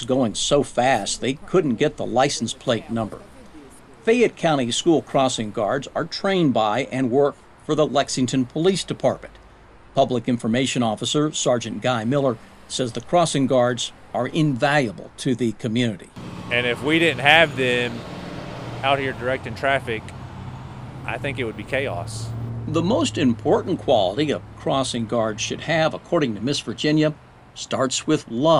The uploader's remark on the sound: She stands in the middle of a school crosswalk on busy Clays Mill Road in Lexington. Blows her whistle to stop traffic in front of Clays Mill Elementary School.